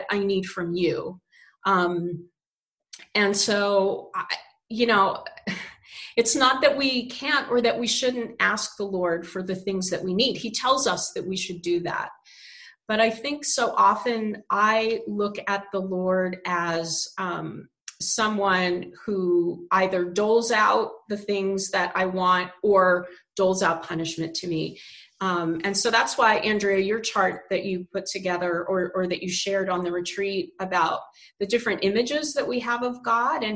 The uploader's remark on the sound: This special episode of the Springs in the Desert Podcast was recorded as part of our Advent virtual mini-retreat. Several members of our team got together to talk about their experiences.